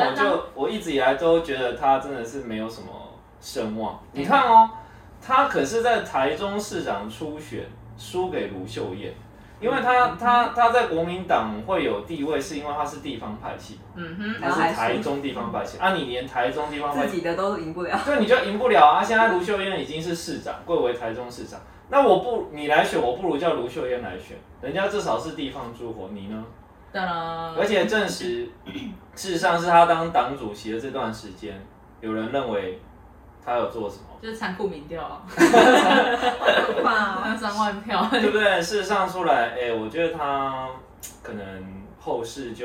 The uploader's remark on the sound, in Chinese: 水逆發威，錄音音檔讀不出來，只能用手機錄音來汙染大家耳朵。